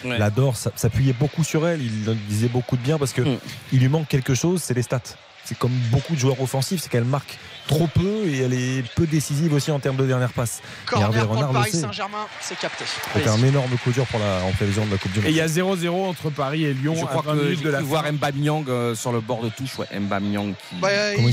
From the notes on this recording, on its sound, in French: en direct de l'Abbé-Deschamps